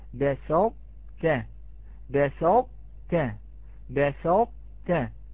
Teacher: لابد من الإتيان بصفة الإطباق ثم التاء المرققة